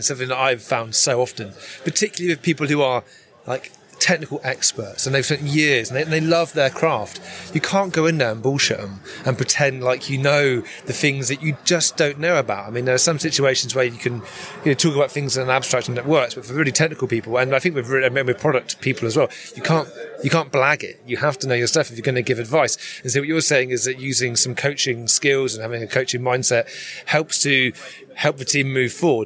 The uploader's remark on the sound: We find ourselves at Lean Agile Brighton 2023